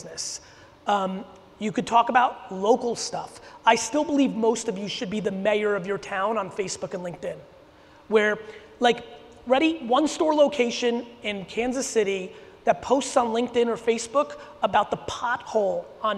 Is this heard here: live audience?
yes